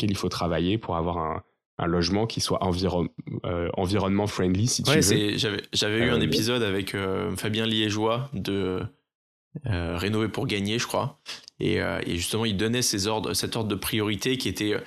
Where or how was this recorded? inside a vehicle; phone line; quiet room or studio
quiet room or studio